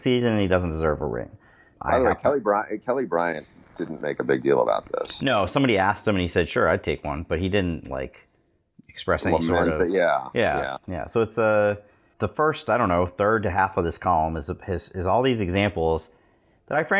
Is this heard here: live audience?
no